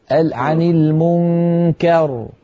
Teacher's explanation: المنكر، لا تفخم الكاف